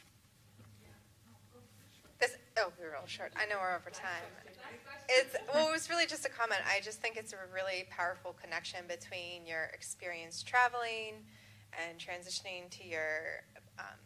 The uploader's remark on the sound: LIVE at Pittsburgh University Speech. This is a live presentation I gave at Pittsburgh University in September 2023 for the Center of African Studies. Live Q&A with the students.